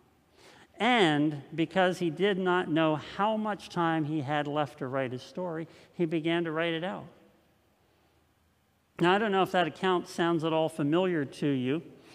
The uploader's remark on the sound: At Linglestown Life Church in Harrisburg PA.